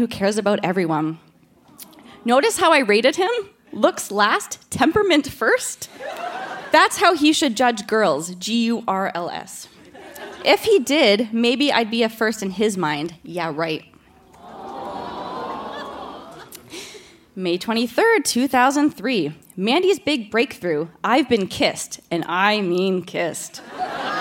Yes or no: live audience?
yes